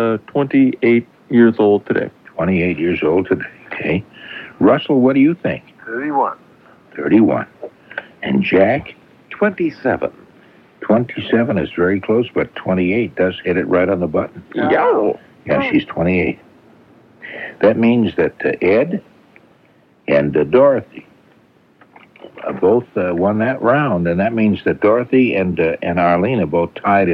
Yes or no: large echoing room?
no